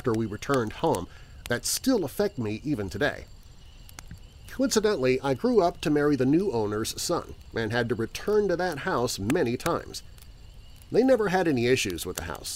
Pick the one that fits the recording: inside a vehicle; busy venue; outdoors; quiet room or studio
outdoors